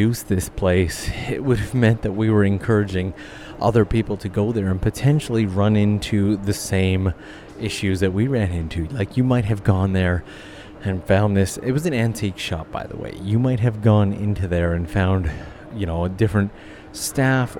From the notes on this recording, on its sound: The goal was simple, to record a nice day out in Tokyo with a good friend.